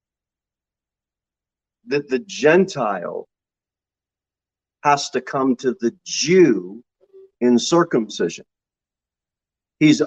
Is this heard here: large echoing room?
yes